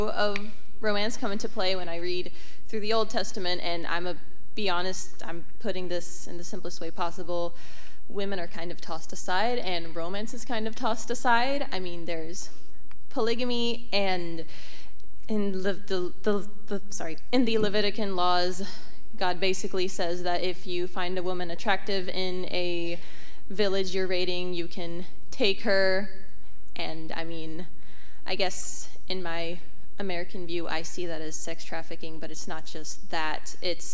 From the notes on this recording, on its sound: A one-night conference covering gender and sexuality from a biblical perspective. Responded to questions from the audience.